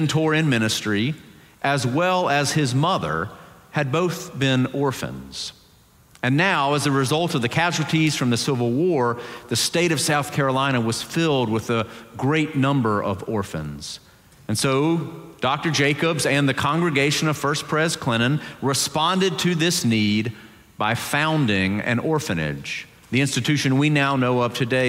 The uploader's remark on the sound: Presbyterian College Sunday Worship Service.